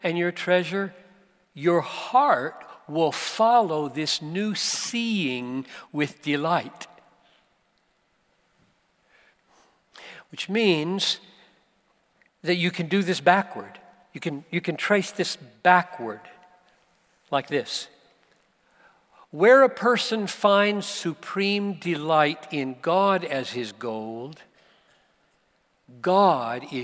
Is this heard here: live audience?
yes